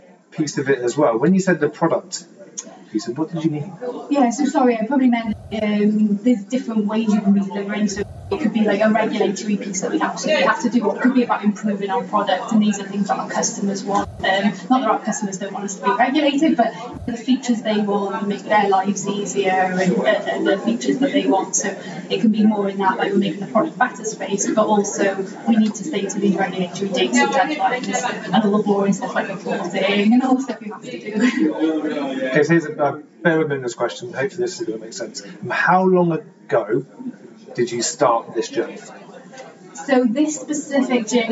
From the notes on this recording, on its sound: Lean Agile Brighton 23 Talk In Ten. We find ourselves at Lean Agile Brighton 2023 interviewing world class Agilists getting their "Talks In Ten".